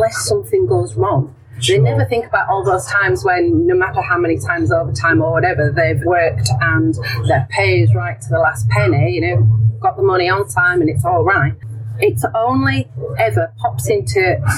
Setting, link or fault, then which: fault, background noise